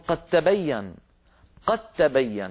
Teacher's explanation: ولا ينطقون الدال ولا يقلقلونها، بل يجعلونها تاء ويدغمونها في التاء التي بعدها